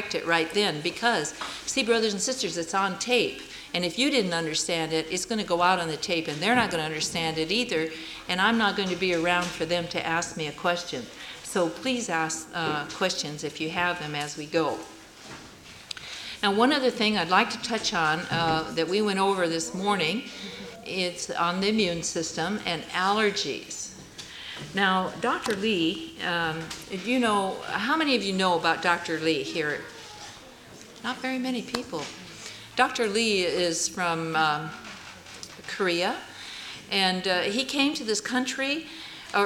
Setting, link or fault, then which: setting, live audience